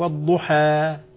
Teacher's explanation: أشبع الفتحة قليلا ستصبح والضحى، نعم، ولا تبالغ فيها · Term: إشباع الفتحة